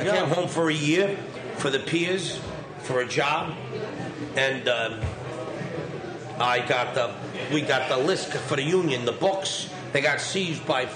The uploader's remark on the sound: Recorded Live from the "Saint Vitus Bar" in Brooklyn.